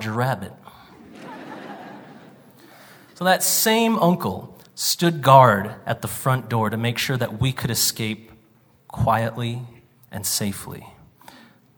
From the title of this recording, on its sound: Live from the Cowboy Poetry Gathering